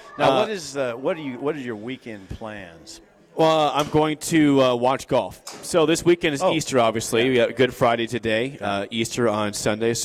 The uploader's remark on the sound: live from Double Eagle Golf!